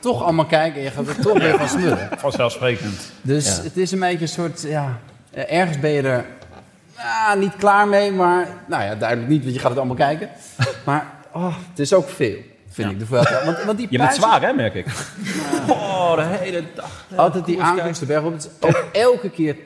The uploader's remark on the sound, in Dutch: opname van de Vuelta 2022 Live Extravaganza